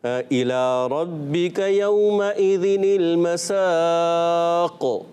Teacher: قاف کو ساکن کریں گے اور ہونٹوں سے اشارہ دیں گے پیش کی طرف · Term: اشمام